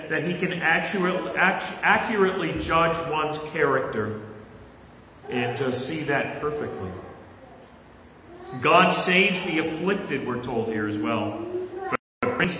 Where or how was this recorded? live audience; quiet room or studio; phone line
live audience